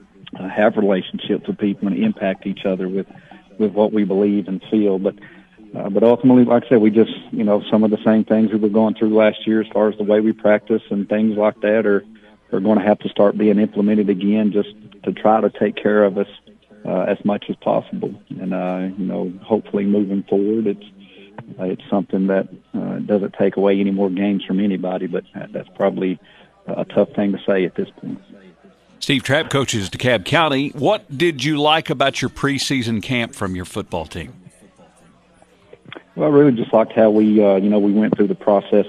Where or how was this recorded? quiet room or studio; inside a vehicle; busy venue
busy venue